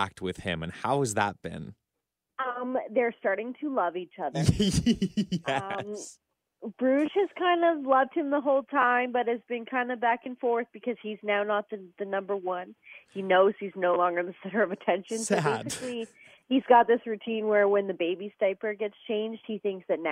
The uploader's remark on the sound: On the phone.